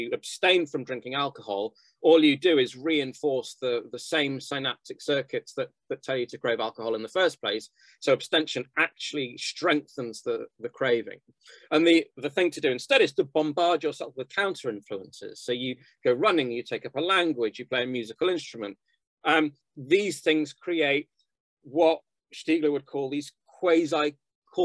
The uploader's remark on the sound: The seminar took place over Zoom.